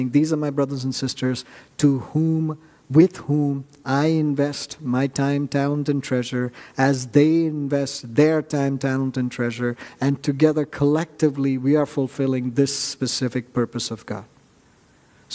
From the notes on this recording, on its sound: at New Life Fellowship Church, Concord, NC, on Sunday, July 23, 2023